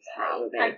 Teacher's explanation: You pretty much don't pronounce the R's. Yeah. Ever. · Term: Boston accent